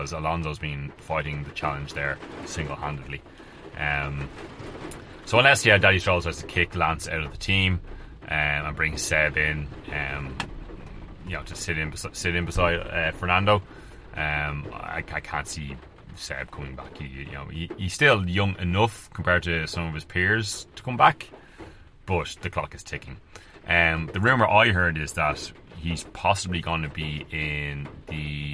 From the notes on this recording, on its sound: Live from the vaaannn in the middle of a storm.